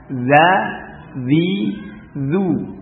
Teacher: azab rabbika kana mahzura ya za zi zu ya dengan infitah sifat infitah pada zal dan sin ya infitahnya lidahnya datar